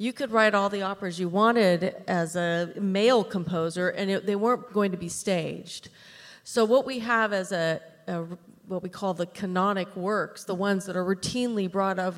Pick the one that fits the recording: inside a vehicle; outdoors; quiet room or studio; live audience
live audience